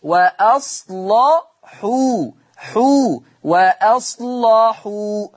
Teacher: حكم اللام التغليظ قولا واحدا، وأصل وأصلحوا ولا يطغى تغليظ حرف اللام على ترقيق الحاء